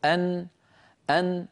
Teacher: فنقرع بطرف ألسنتنا مخرج النون، ويصاحب ذلك غنة من الخيشوم، مجموع هذا العمل كله يشكل حرف النون.